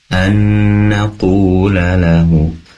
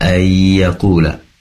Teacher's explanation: Kemudian ayat berikutnya annaqula, harusnya nun, tadi dibaca ya ayyaqula. Maka perlu diperhatikan kembali dan dibaca nun ya.